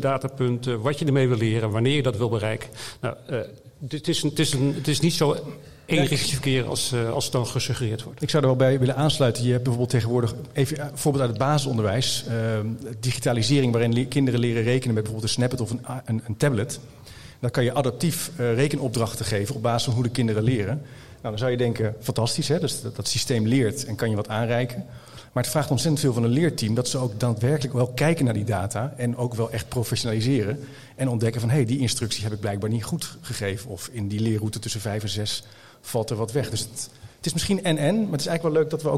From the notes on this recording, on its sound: De podcast werd live gestreamd tijdens het congres. Tijdens de podcast stelt het publiek vragen aan de hand van stellingen.